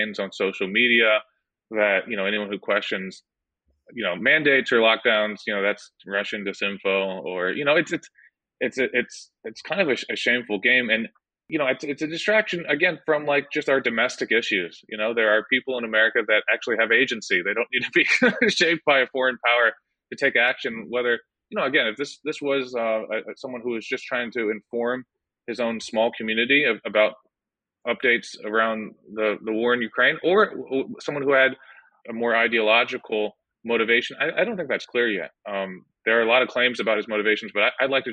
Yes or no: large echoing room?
no